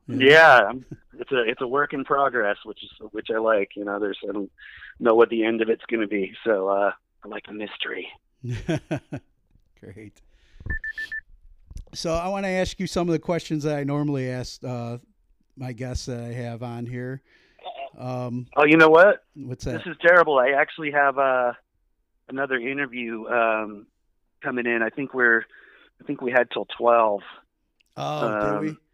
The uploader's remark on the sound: a quick phone interview